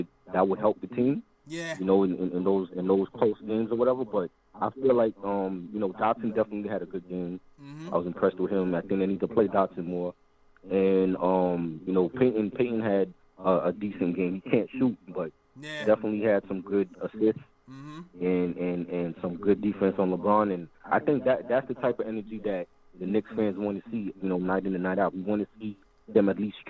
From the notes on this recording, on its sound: live phone calls from fans around the world